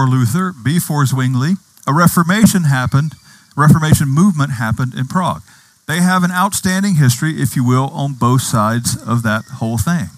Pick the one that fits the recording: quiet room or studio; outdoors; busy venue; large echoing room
outdoors